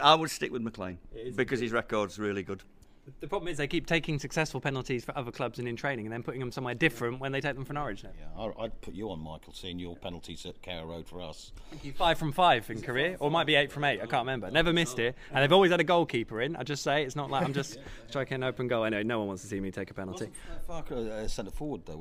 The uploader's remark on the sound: The PinkUn Show is LIVE from Carrow Road